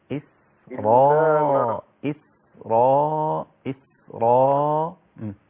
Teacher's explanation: سكن السين مع عدم تحركها. السين مهموسة لكن ليست محركة يعني حتى لا تصل إلى القلقلة. إس غلط. · Term: الهمس